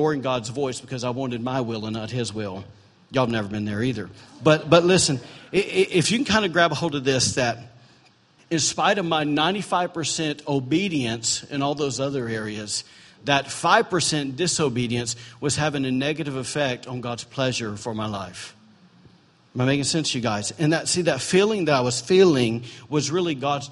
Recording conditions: large echoing room